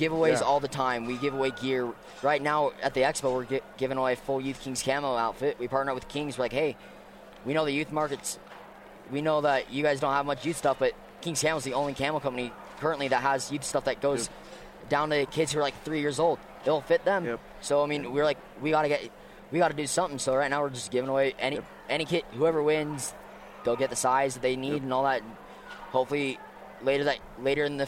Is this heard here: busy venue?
yes